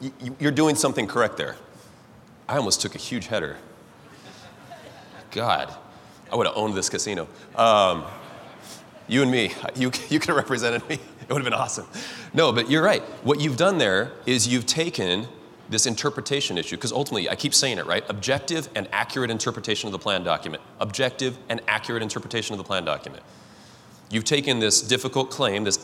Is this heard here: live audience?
yes